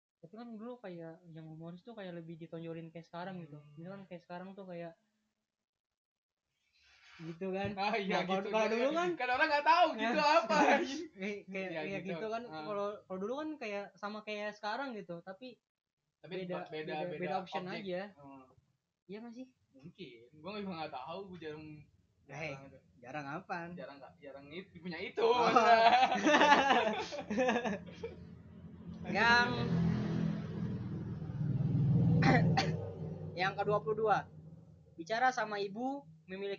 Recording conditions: background noise